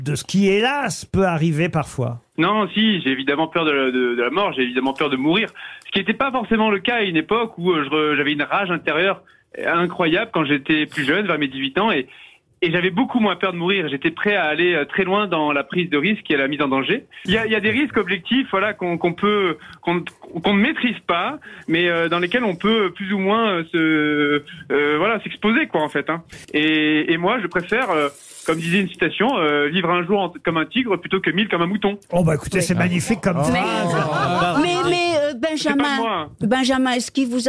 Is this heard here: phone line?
yes